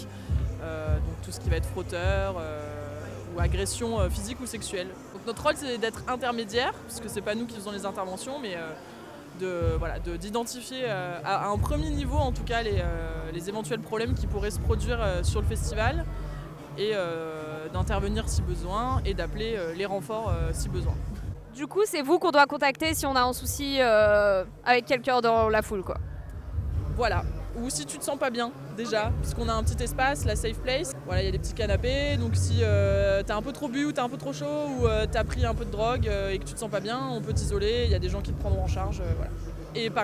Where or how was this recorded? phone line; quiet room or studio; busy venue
busy venue